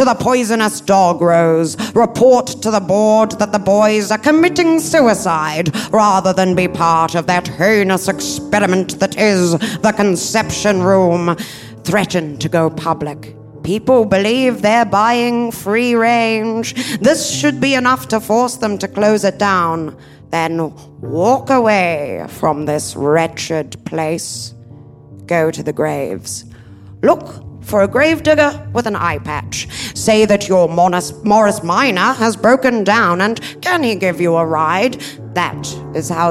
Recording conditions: live audience